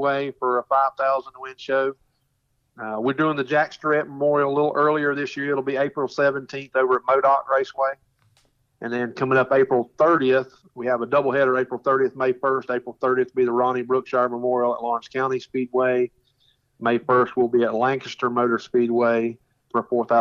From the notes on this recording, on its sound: on the phone